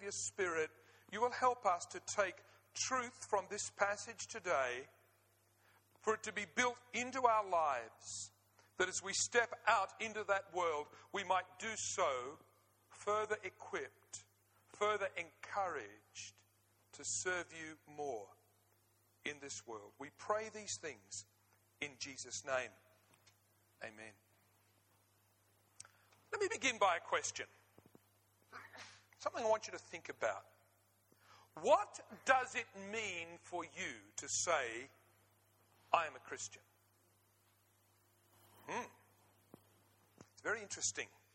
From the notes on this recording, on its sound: 9am Service, Arena Church, Ilkeston